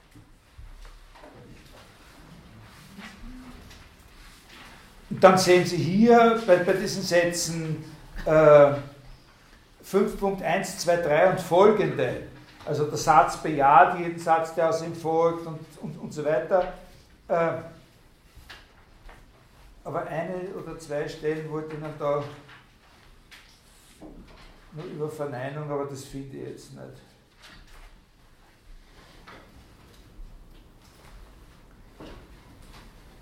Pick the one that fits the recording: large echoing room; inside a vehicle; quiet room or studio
large echoing room